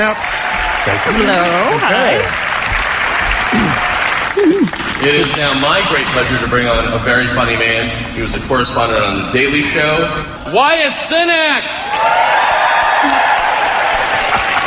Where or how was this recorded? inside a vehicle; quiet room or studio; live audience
live audience